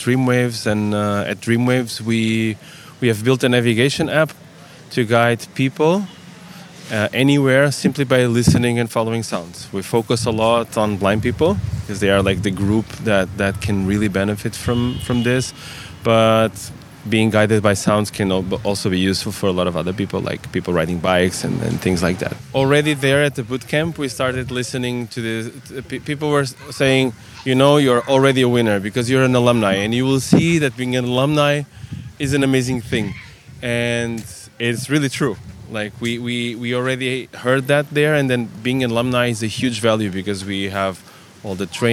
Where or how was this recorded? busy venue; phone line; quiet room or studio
busy venue